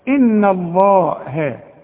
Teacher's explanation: اذا اللام هفخمها انما الهاء الهاء ما تفصلش فيها مرققه